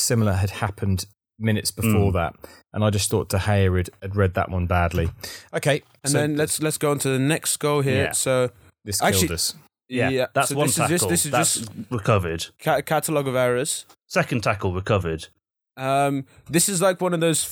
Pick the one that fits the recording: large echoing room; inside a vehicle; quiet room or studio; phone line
quiet room or studio